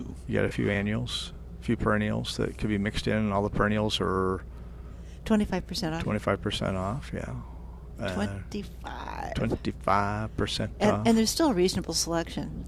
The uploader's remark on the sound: Plant Experts Live at Prairie Gardens. Live from Prairie Gardens every Saturday.